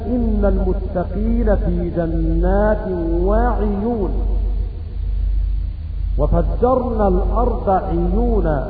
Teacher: كلمة العيون أينما وقعت في القرآن الكريم بكسر العين